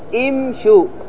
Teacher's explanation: لاحظ لما أقول امشوا أكسر الهمزة